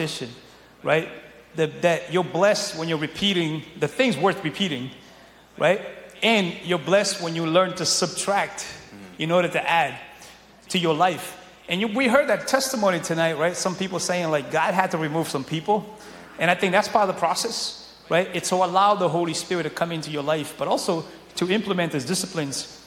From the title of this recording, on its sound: From Our NYE Praise Party!